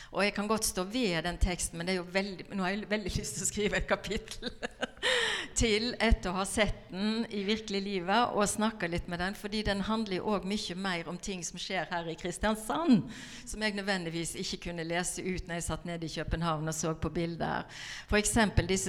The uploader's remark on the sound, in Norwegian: Denne podcasten er et live-klipp av kunstnersamtalen. Den gir innblikk i utstillingen "Søvn er livets Sum" i Kristiansand Kunsthall.